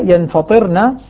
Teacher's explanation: بالنون مع تخفيف الطاء وكسرها ينفطرنا يقرؤونها كذا والباقون يقرؤونها يتفطرنا.